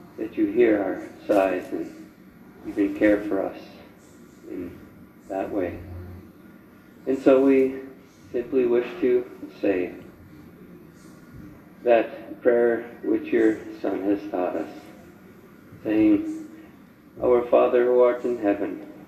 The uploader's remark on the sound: Rockford Leastdian Lutheran Church Recording 2021